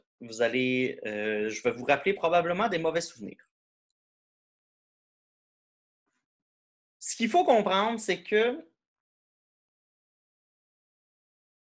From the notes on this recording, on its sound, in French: Cours en ligne sur Zoom.